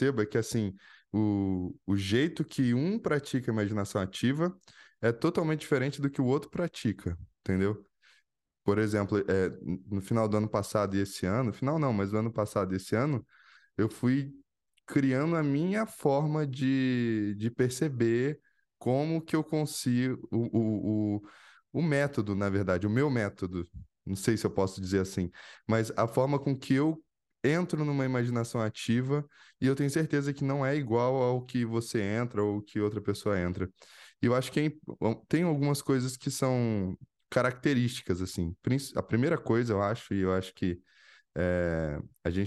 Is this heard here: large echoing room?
no